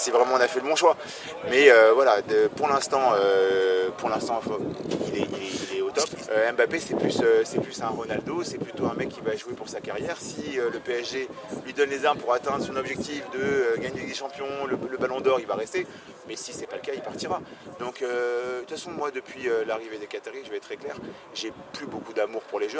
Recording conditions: wind noise